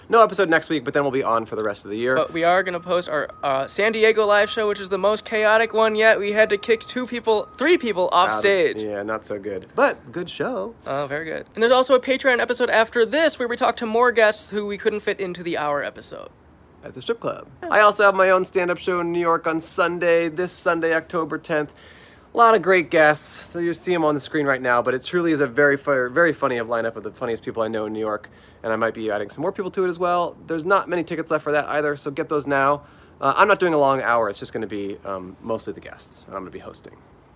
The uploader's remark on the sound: We set up outside of a Portland strip club on a wild late Sunday night. Recorded in front of Dante's. In Portland, Oregon.